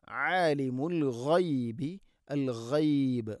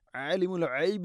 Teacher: غين തൊണ്ടയുടെ മുകൾ ഭാഗമാണ് · Shown in: first take · عالم العيب എന്ന് പറയരുത്.